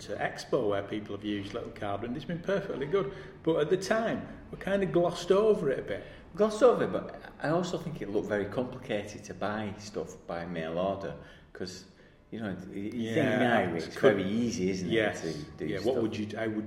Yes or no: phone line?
no